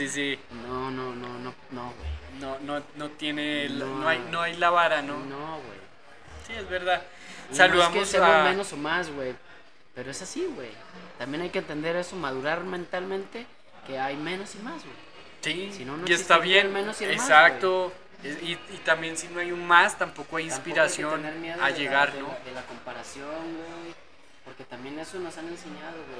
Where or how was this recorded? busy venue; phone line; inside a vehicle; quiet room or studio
busy venue